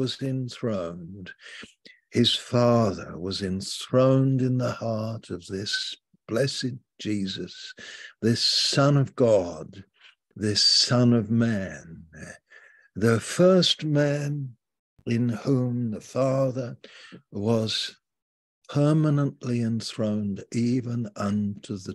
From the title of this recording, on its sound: Malaysia Meets (Zoom)